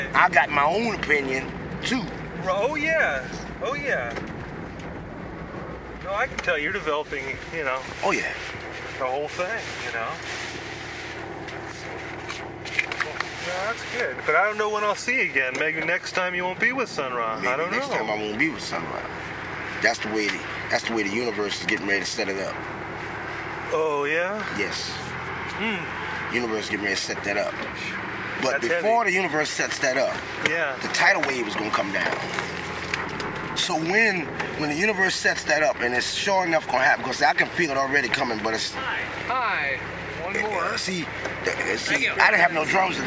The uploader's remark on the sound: Driving through Oakland and onto the Bay Bridge heading west.